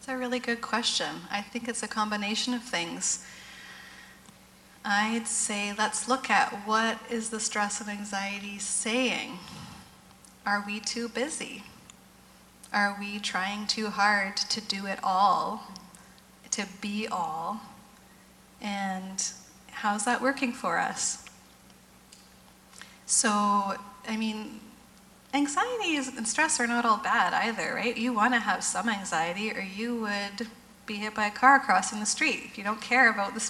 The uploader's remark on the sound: GT Conference Breakout Session